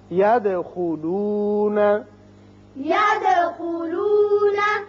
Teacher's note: دال ساکن ہے جو کہ حروف قلقلہ میں سے ہے، اس کی صفت قلقلہ ادا کریں گے